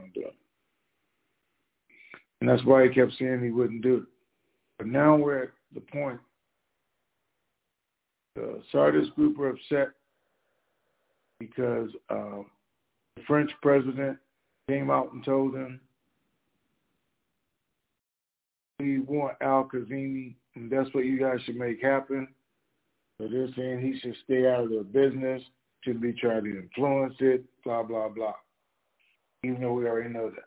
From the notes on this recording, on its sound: TNTSuperfantastic Conference Call